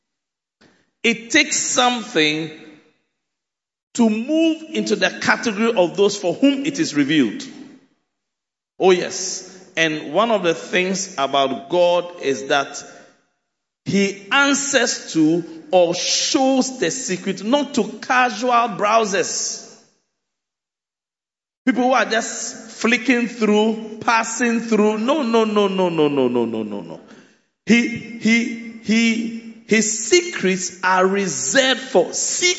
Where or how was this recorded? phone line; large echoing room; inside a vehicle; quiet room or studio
large echoing room